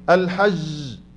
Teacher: لما أقول الحج كده ما فيش لا شدة ولا جهر · Term: الجيم المعطسة